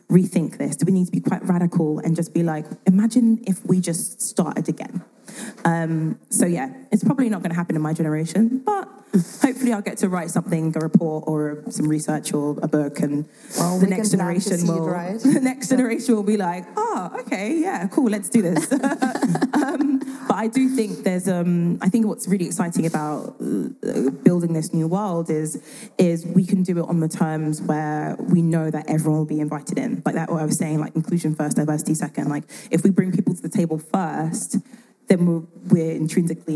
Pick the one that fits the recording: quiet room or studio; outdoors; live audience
live audience